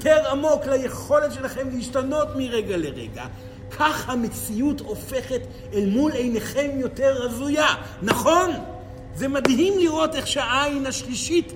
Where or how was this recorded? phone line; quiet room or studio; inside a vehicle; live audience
live audience